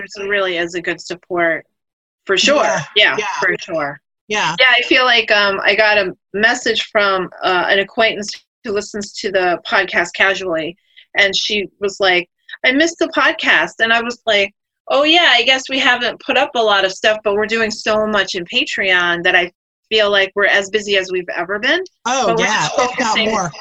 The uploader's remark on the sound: A zoom chat with the sisters to catch up on how the quarantine is going.